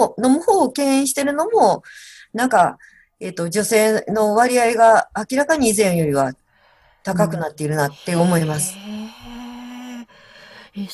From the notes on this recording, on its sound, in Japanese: クリスマスのコスチュームもつけながらZoomでお話を伺いました。